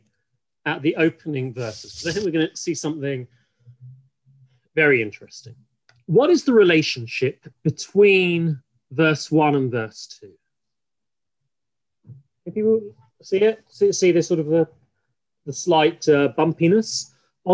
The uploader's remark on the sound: This audio was originally captured from Zoom. As part of Drisha's Winter Zman.